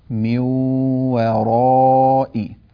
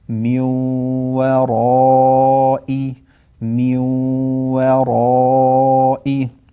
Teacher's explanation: هنا إدغام بغنة نون ساكنة أدغمت في الواو، و ميو و الواو الثانية مرققة وبعدها حرف الراء المفخم، ميو وراء ميو وراء، فلا نفخم الواو نقول ميو وراء، تمام، نرقق الواو ثم نفخم الراء بعدها.